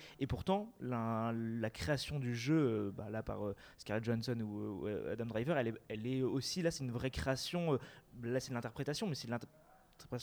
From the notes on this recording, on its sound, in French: Les 1er et 2 février 2020, l'équipe du NVTL Podcast, invitée aux Etats Généraux de l' AAFA - Actrices et Acteurs de France Associés, a enregistré des discussions avec différents participants.